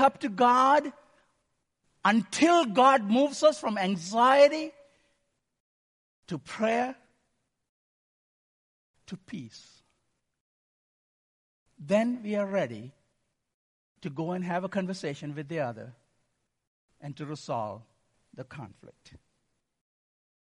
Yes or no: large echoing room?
yes